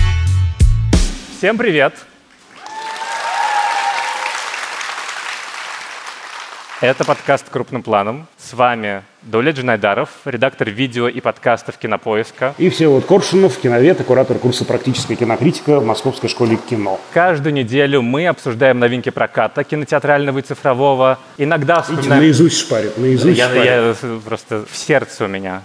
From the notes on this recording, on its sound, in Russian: Открытая запись. На открытой записи подкаста «Крупным планом» 7 августа на Плюс Даче в Парке Горького.